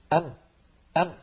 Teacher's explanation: فلو سددنا الأنف وقلنا أم نجد بأن الصوت قد اختل، أم أم، لأن الغنة جزء الميم.